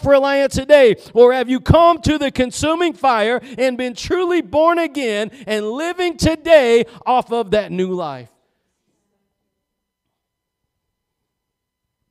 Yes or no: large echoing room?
yes